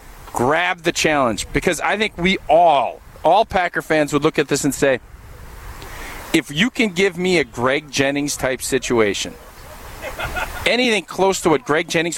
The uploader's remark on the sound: live from Brat Bash 2022 at Zimbrick Chevrolet in Sun Prairie